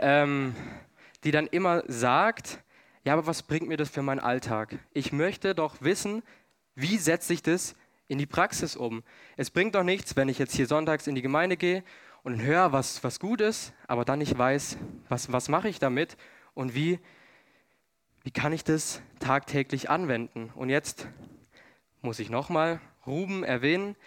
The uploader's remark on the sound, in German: 2022 in der Gemeinde Kaleo Schopfheim aufgenommen.